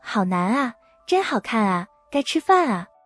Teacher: 第三种情况，前面的字以 N 结尾，啊读成哪 NA,比如好难啊，真好看啊，该吃饭啊。第四种情况，前面的字以 ng 结尾，啊读成 ni,比如真香啊，好冷啊，真行啊。第五种情况，前面的字以舌尖后元音结尾，也就是 zh, ch, sh,二后面的那个音，啊读成 ra, 比如是啊，怎么回事啊。第六种情况，前面的字以舌尖前元音结尾，也就是 z c s 后面的那个音啊，读成 · Term: 语流音变